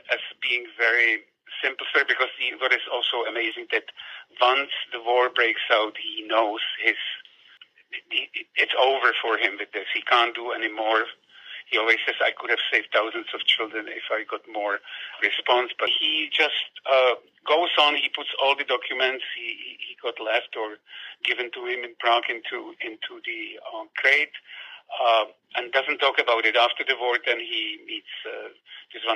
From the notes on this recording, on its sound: We never intended to turn this over-the-phone chat about Nicky & Vera into a podcast, but it begged to be shared.